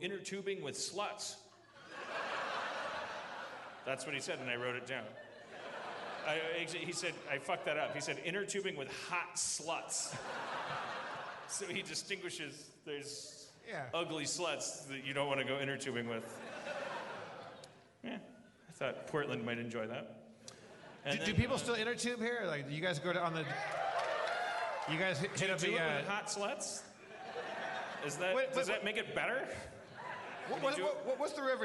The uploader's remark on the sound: LIVE from Everything Is Festival 2015